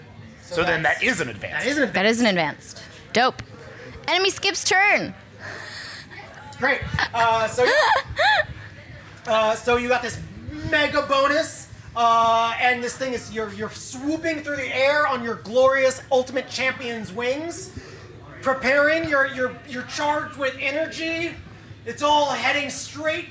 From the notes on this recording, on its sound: Live at IndieCade. We're releasing the complete LIVE SHOW from last fall's IndieCade.